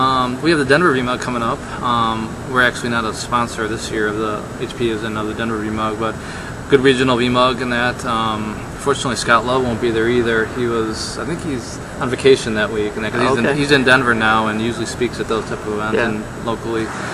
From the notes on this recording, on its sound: Live from the Charlotte VMware User Group. Record LIVE from the Charlotte, NC regional VMware user group meeting (VMUG). This was no ordinary VMUG with 700+ attendees, live labs, and expert speakers.